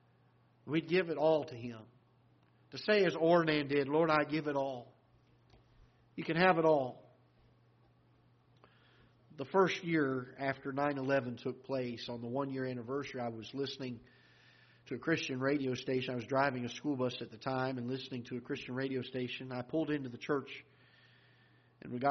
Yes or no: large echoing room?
yes